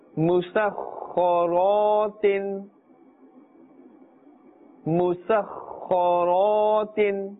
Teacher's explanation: Kha is a musta'aniya letter, so it must be pronounced with a full mouth, a thick tone. Ra has a fatha above it, therefore this as well we are pronouncing with a full mouth. Do not say musakharatin.